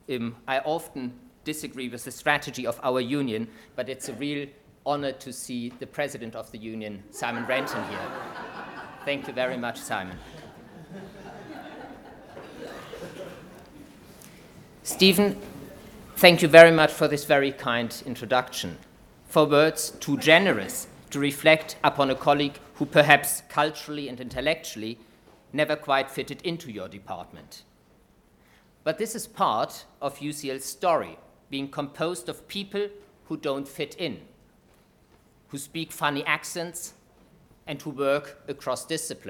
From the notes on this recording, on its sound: UCL History. Inaugural Lecture.